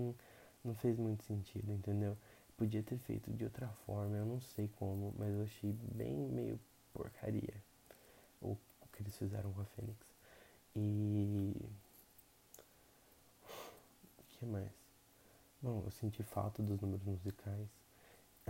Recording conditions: background noise